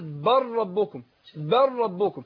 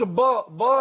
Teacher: برقق الباء وراح دخل على الراء · Shown in: first take